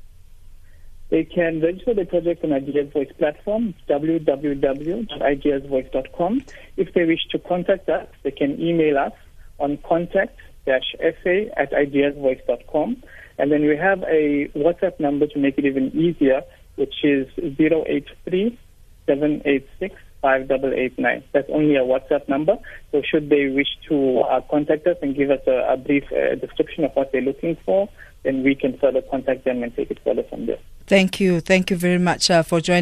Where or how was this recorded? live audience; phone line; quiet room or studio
phone line